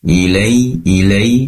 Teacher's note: ada ya sukun yang didahului oleh fathah, tentunya layin, dibaca lunak. Ilai, ilai, dan ya sukun semacam ini mengandung i.